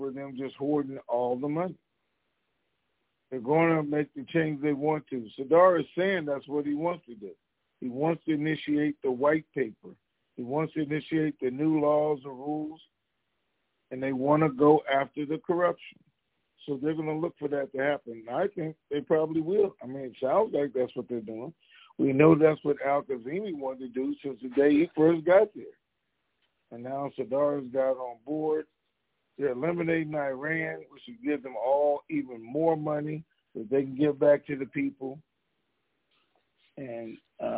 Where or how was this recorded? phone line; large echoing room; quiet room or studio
phone line